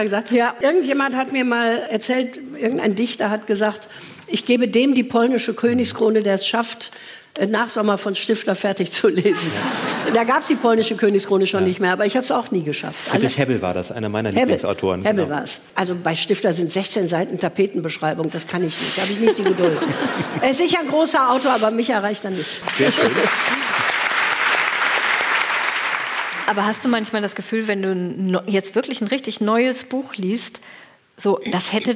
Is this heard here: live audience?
yes